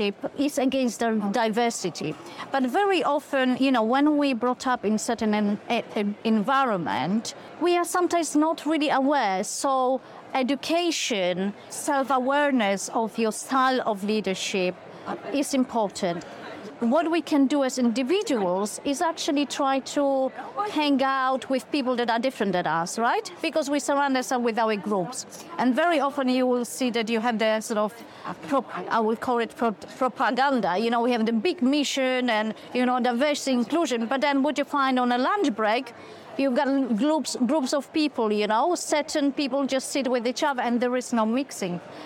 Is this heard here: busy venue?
yes